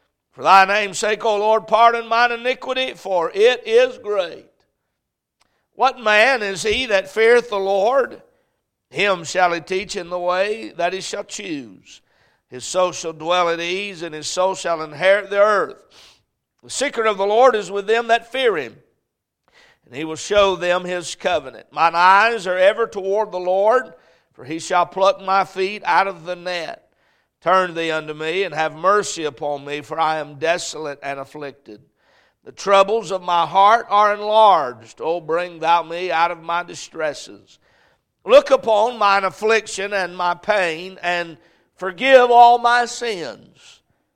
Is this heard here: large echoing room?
yes